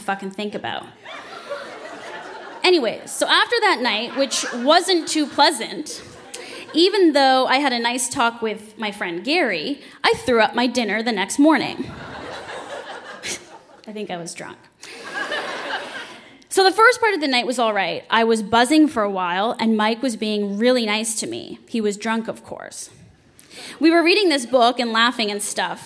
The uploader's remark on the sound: Recorded live at the Royal Cinema in Toronto in partnership with The Word on the Street Festival.